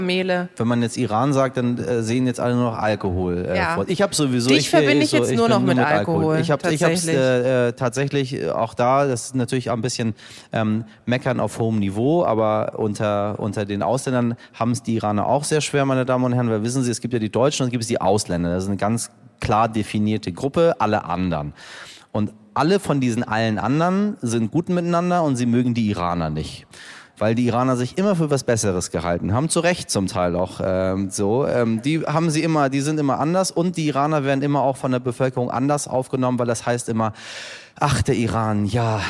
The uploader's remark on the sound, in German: Live aus Leipzig. Das ist nur eines von vielen Themen beim allerersten Live-Podcast von "heute wichtig" vor 200 Menschen.